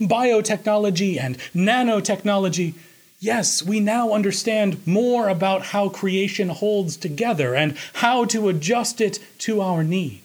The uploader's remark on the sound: Recorded Oct 2, 2016 at Trinity Presbyterian Church in Bixby, Oklahoma